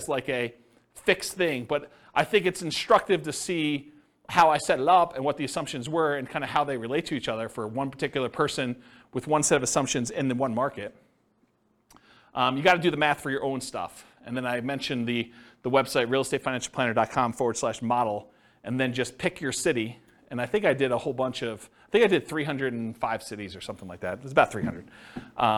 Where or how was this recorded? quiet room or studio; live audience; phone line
live audience